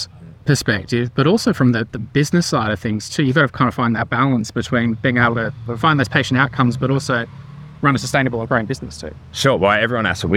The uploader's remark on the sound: Conversations from VALDCON 2023. Recorded at VALDCON 2023.